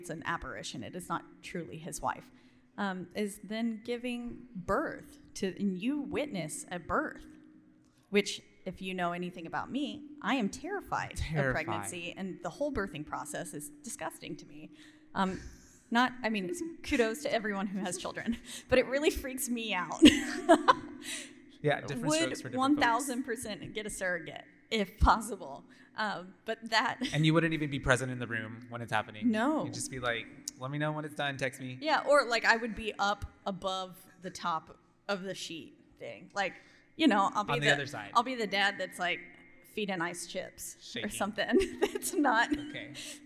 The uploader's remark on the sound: coming to you LIVE from RogueCon'23!